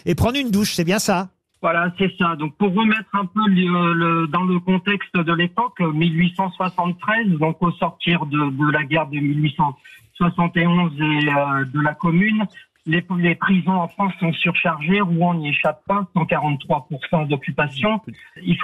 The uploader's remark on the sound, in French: LE COUP DE FIL DU JOUR